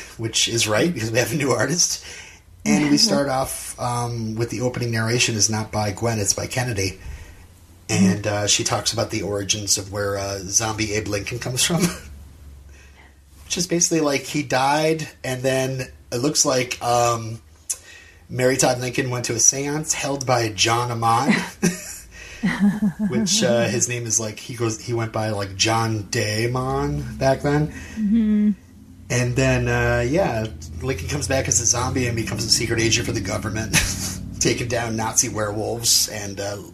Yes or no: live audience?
no